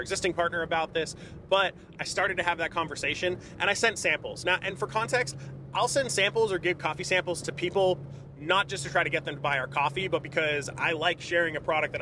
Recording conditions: inside a vehicle